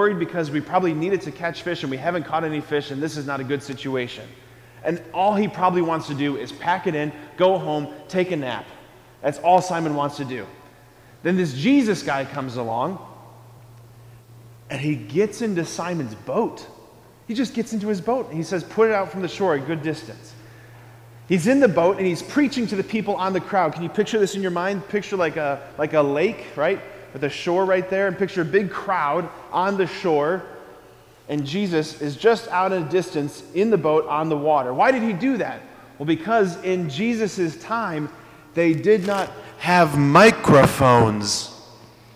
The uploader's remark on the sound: preached this homily on September 7, 2023 at Sacred Heart of Jesus Catholic Church in Wadsworth, OH.